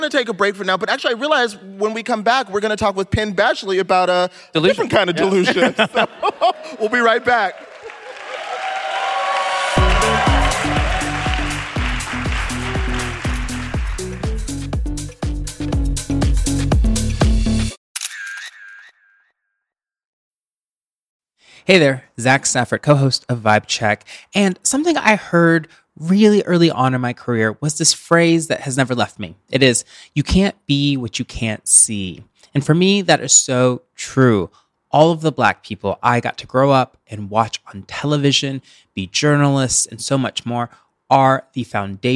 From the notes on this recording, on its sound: Vibe Check LIVE! They answer a few advice questions from the audience.